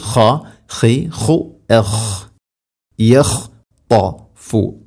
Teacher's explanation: ഖ തൊണ്ടയുടെ മുഗൾ ഭാഗമാണ് മഖ്റജ്